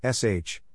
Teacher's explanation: the voiceless postalveolar fricative, sh, sound. They're doing it because, in English, those are